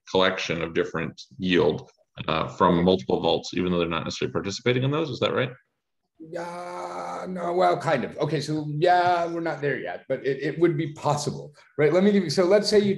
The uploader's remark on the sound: joined a zoom meeting